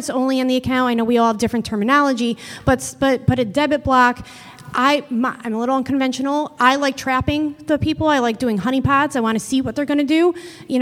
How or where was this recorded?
busy venue